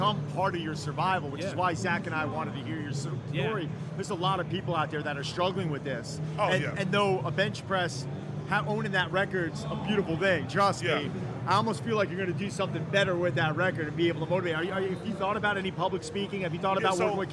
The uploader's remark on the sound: Reps Live From Olympia